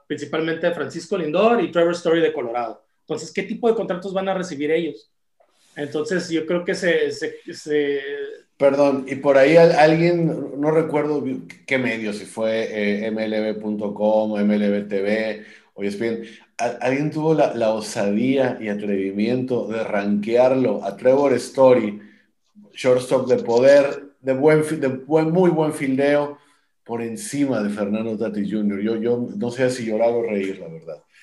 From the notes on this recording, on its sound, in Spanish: de manera virtual, obvio, vía Zoom